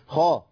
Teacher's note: انا عندي الخاء هنا حرف مفخم في اعلى مراتب التفخيم